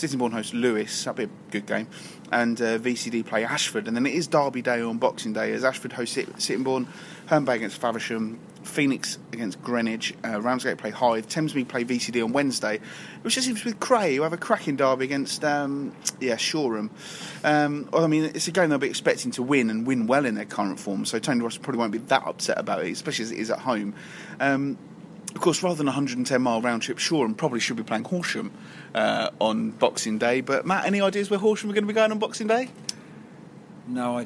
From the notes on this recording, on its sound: this week's show was recorded at the Kent Non-League Podcast Christmas night out